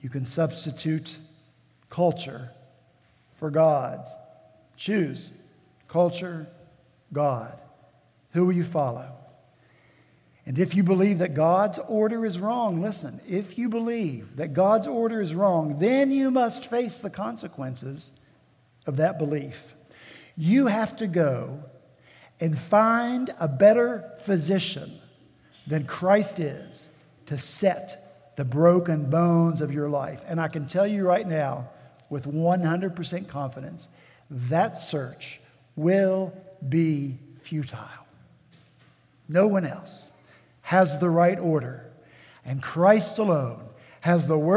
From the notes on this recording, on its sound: At Redeemer Presbyterian Church in Charleston, SC.